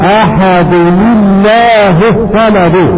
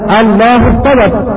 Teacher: إذا أتى اللام من لفظ الجلالة بعد الكسرة فيكون حكمها الترقيق · Shown in: first take · سواء كان هذا الكسر أصليا أو كان عوضا عن التنوين.